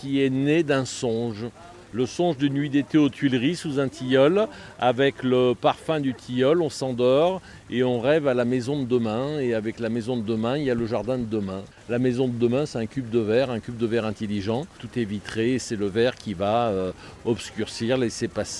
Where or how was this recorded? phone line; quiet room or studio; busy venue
busy venue